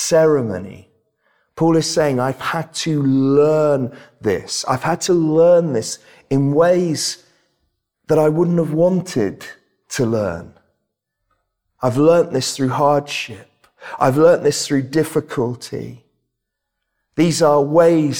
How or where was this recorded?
large echoing room